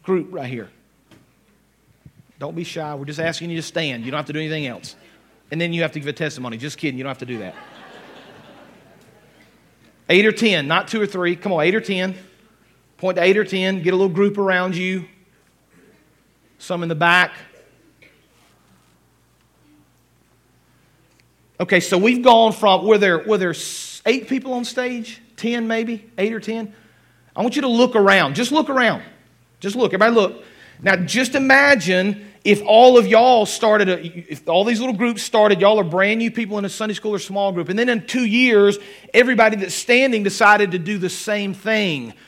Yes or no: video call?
no